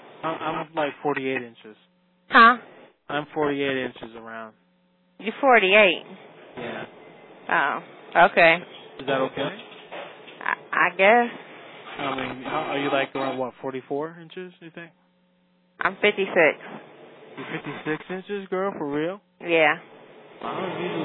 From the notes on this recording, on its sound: Prank Phone Calls